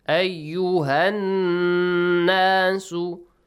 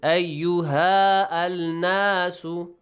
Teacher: If you join this with the word annas, you skip Hamzatul Wasl, you and skip Alif Mad, you skip the Lamu Ta'rif. You directly join Ha, Ayyuha, to Nun Mushadda. · Shown in: first take